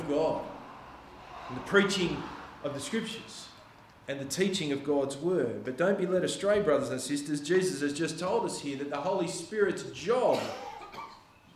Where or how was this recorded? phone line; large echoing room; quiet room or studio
large echoing room